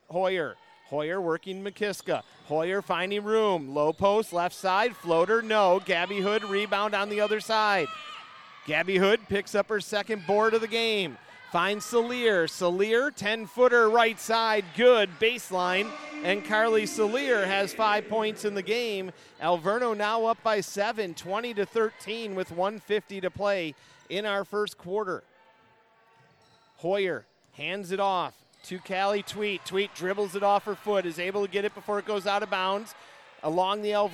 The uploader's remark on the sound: Full game audio. At the Reiman Gymnasium in Milwaukee, Wisconsin.